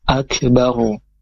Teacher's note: ro-nya disukunkan, dengan hukumnya adalah ro dibaca tafkhim, karena ketika ro itu sukun, kemudian huruf sebelum ro harokat fathah atau dhamma, maka dibaca tebal, jadi bacanya akbar bukan akbar.